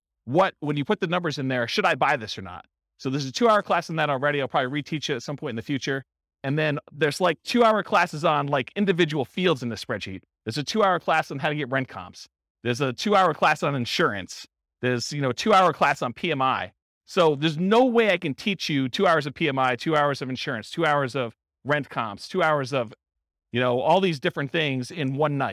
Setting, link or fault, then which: setting, live audience